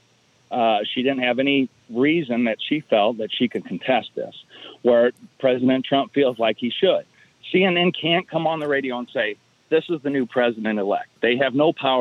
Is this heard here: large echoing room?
no